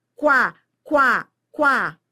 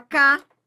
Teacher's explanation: Esse U é pronunciado. Você não fala cá. · Shown in: first take · Então, se ele é pronunciado, isso não é dígrafo.